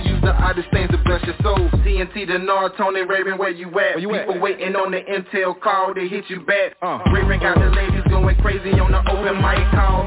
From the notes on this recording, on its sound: TNTSuperfantastic Conference Call.